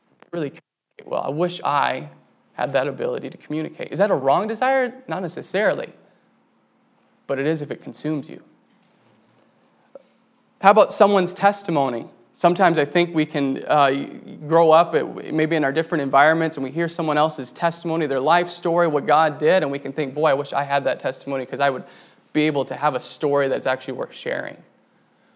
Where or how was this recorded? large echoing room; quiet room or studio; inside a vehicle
large echoing room